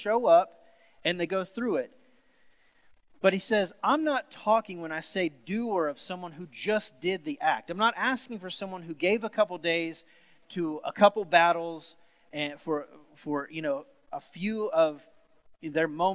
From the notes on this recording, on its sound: Sermon series at The Fellowship in Nashville. Recorded live on August 23, 2020.